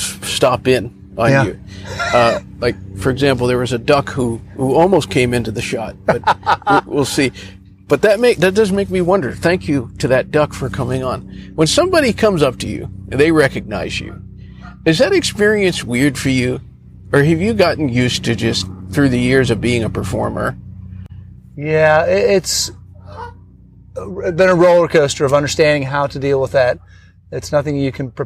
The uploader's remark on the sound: on-location at beautiful Hampton Park in Charleston, South Carolina